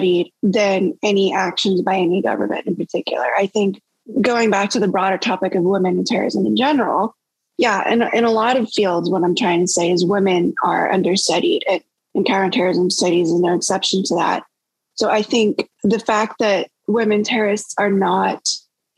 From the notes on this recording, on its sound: This episode was recorded on December 2021 via Zoom.